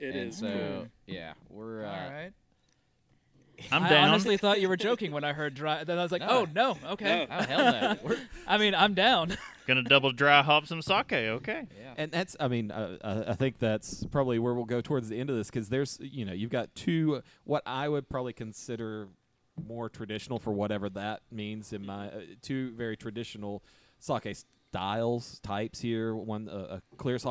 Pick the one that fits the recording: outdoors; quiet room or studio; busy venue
busy venue